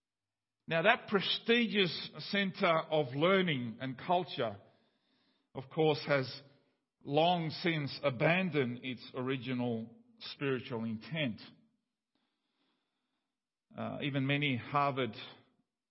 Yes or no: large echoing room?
yes